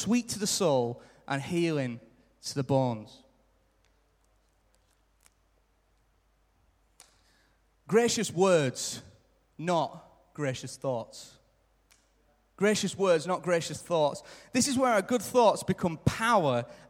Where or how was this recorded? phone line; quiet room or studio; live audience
live audience